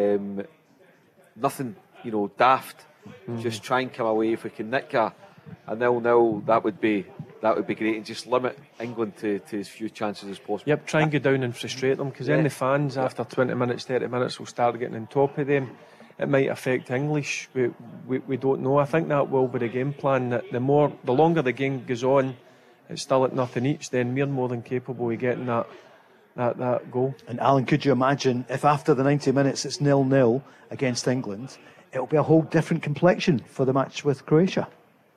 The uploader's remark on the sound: live from The Radisson Red